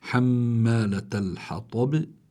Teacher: حمالة الحطب، الباء سكنت، هي مكسورة لكن سكنت لأجل الوقف، فصار عندي باء ساكنة لفظا ليس خطا إنما ساكن لفظا، فلا بد من إظهار القلقلة، ولأنها عند الوقف فبتكون القلقلة أقوى